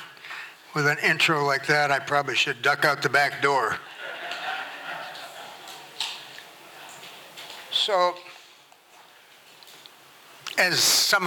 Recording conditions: live audience